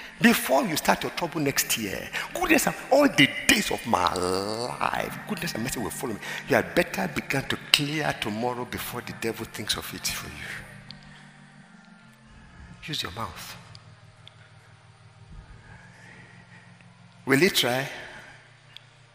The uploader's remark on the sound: at the Emerge Leadership Conference 2021 on Sunday, September 12, 2021.